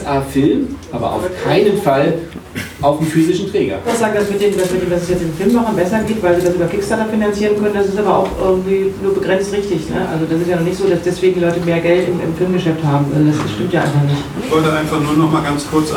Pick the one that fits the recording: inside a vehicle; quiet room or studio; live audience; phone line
live audience